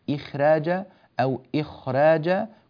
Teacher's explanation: الراء هنا ترقق والخاء قبلها إما أن تفخم قليلا أو تكون في أقل مراتب التفخيم